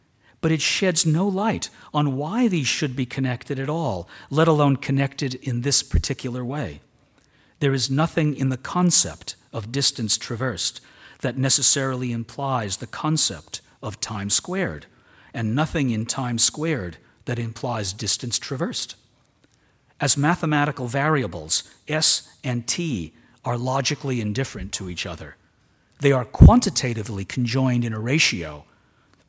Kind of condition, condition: setting, large echoing room